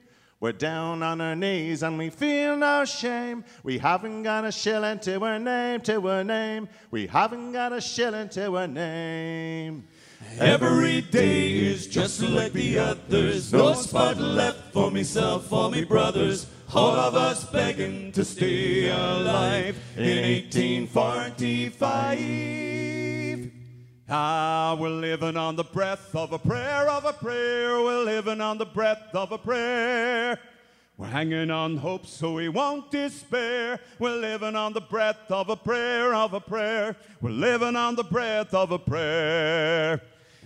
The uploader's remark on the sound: This episode was recorded on March 26thth, 2023, at Keith Albee Theater in Huntington, WV.